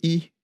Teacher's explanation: à la fin du XVIIIe, le pronom « il » était prononcé « i »